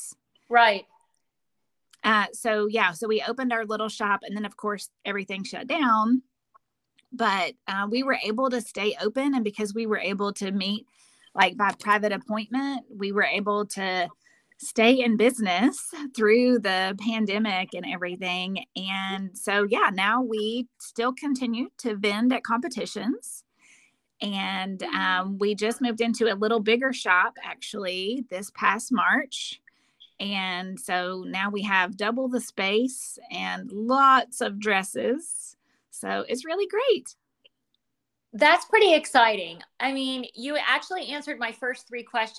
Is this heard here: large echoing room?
no